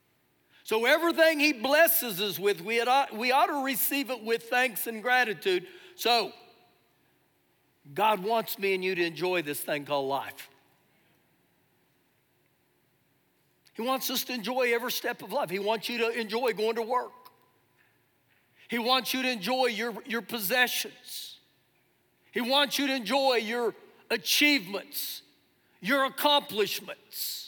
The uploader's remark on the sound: Recorded live during our Sunday morning service